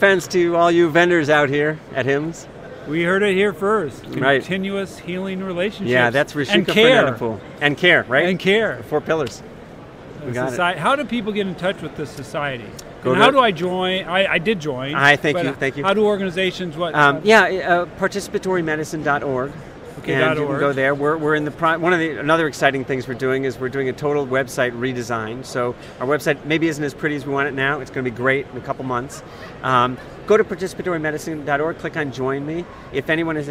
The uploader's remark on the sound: LIVE from #HiMSS17